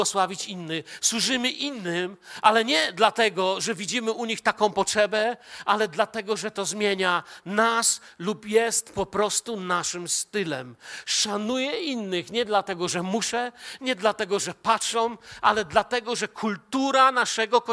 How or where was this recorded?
large echoing room